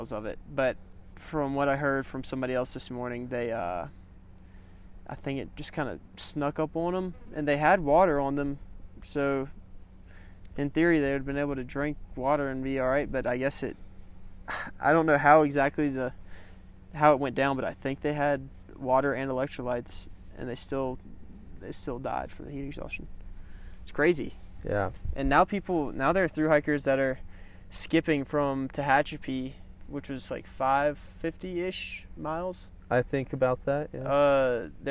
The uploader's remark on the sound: talk at mile 700 of the Pacific Crest Trail.